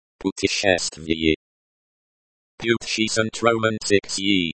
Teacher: The stress is on the third syllable.